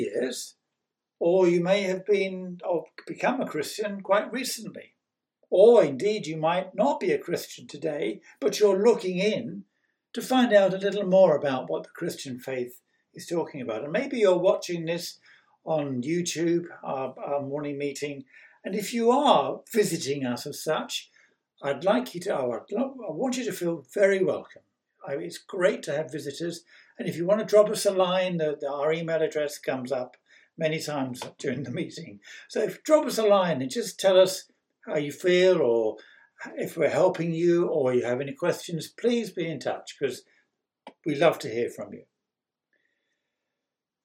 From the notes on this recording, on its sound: On 9th May 2021 at King's Church, Cockermouth. At King's Church, Cockermouth, as an audio file.